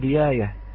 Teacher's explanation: الجيم والياء والشين أخوتي الأحبة من مخرج واحد، لذا تبدل الجيم بالياء